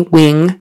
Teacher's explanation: That I is now E. And then the NG is a nasal sound, ing, and your tongue goes back in your mouth, ing. Doesn't necessarily touch anything for the G, although in some areas of the United States it would.